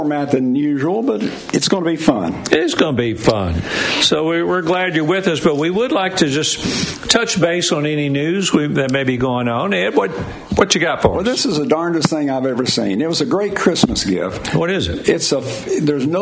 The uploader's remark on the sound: LIVE from Ruby Falls on Lookout Mountain in Chattanooga!